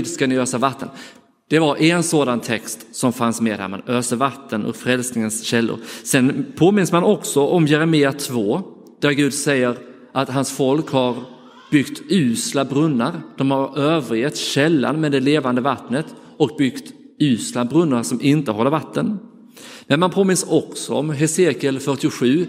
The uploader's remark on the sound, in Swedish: Inspelad i Roseniuskyrkan den 28 maj 2023.